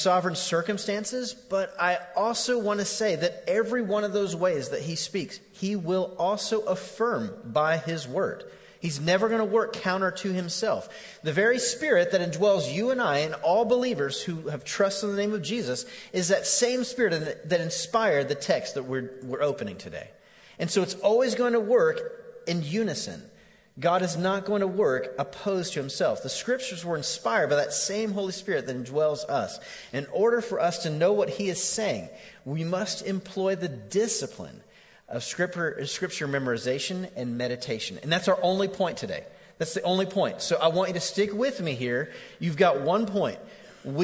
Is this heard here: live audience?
yes